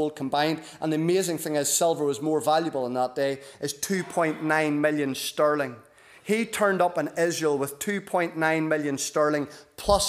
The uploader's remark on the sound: This is the recording of the Bible reading and sermon from our evening service on Sunday 8th October 2023.